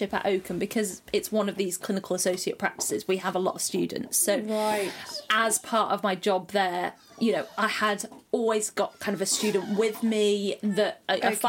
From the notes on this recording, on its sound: Apologies for the wining, growling and slobbery background noises you'll no doubt hear.